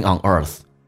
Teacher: 重度卷舌，整个舌身往回卷